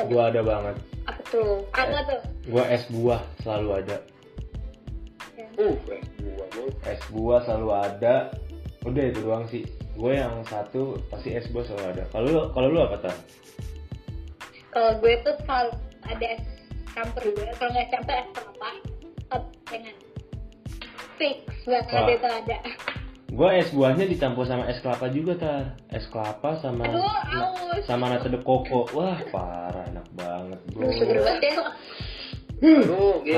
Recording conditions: poor sound quality